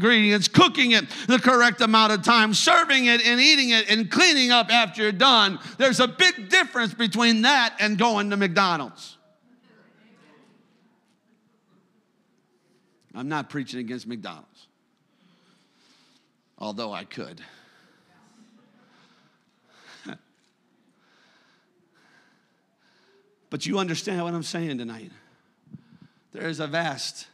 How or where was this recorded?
large echoing room